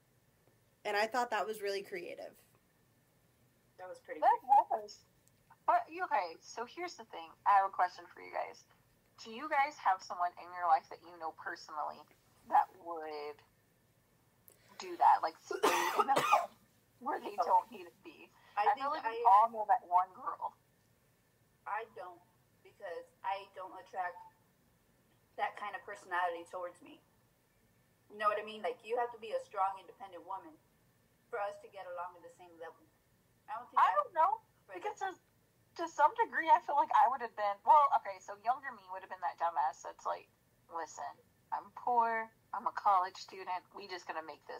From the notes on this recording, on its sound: please excuse the audio this week